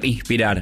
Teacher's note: nosotros hay S que aspiramos, las S que anteceden una consonante